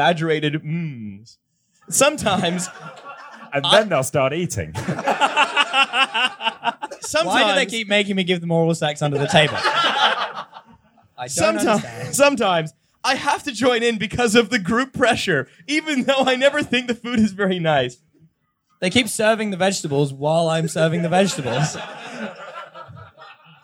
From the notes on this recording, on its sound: This is a recording of our recent live show at the Sekforde in London.